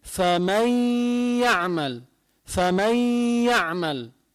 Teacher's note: كانت فمن يعمل، النون عليها سكون والياء بكلمة يعمل ياء فتحة، بضغم النون بالياء بتطير النون، بتصير الياء مشددة، بتصير فمن يعمل، فمن يعمل، ما عاد عم بلفظ نون · Term: الإدغام بغنة